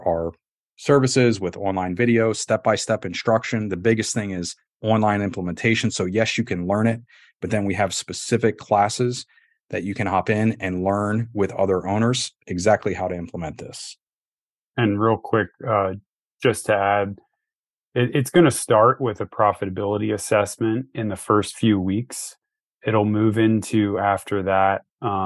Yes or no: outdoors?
no